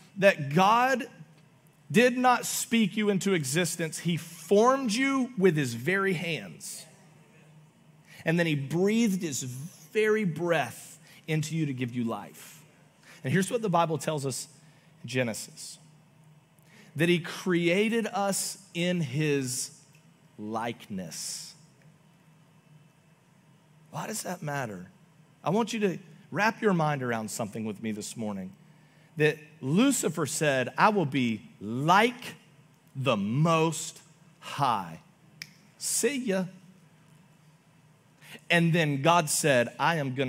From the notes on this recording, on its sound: Augustine, Florida. Recorded live on October 29, 2023 at Church On The Rock.